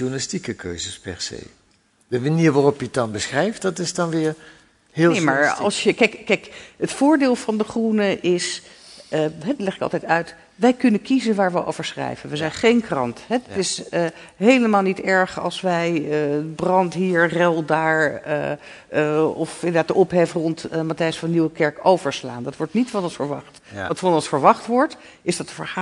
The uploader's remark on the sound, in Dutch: In deze podcast, opgenomen tijdens het lustrumfeest van het blad.